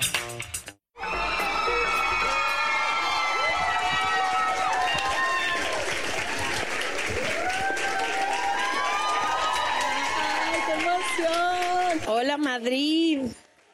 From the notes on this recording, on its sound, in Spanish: Preguntas y respuestas en vivo desde Madrid. Hace unas semanas estuvimos grabando episodios en España.